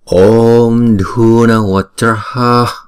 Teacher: Chữ O trong tiếng Phạn là một diphthong, cho nên chúng ta sẽ đọc là kéo dài hai nhịp. Chúng ta đọc chữ O kéo dài hai nhịp, xong rồi chúng ta mới đóng chữ O đó lại bằng một anuswara.